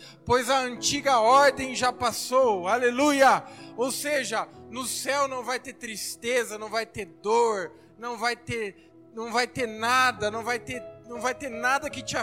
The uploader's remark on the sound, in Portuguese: Áudio da mensagem ministrada no Culto da Vitória. Na Igreja Cristo Salva Campinas.